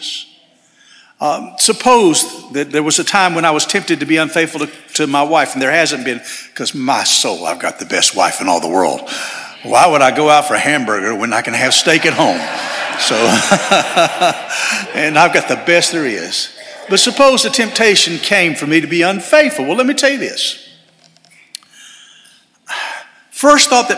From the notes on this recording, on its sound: This sermon was delivered on January 14, 2024 at First Baptist Church Hendersonville, NC.